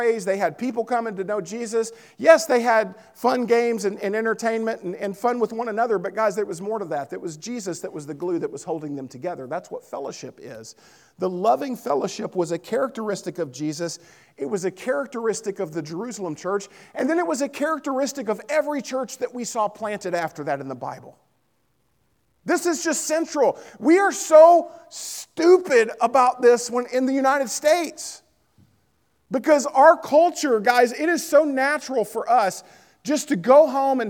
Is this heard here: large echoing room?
yes